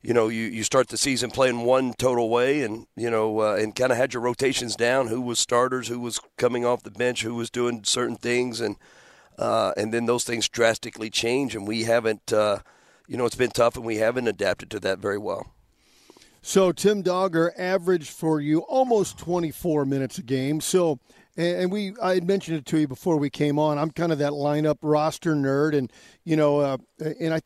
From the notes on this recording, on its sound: live from Chaifetz Arena